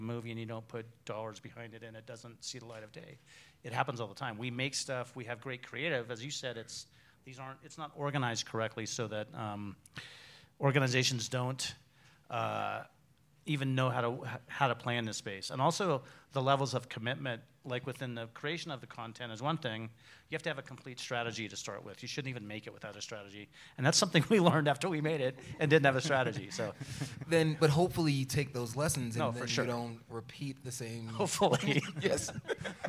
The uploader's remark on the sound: Live from Sundance 2024 with the Brand Storytelling Selection Committee. Live on-stage in Park City at Brand Storytelling 2024.